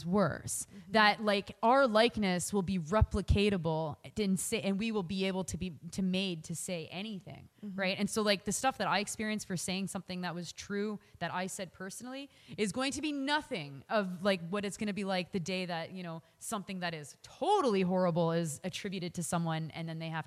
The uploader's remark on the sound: live show, hosted by the YWCA in Hamilton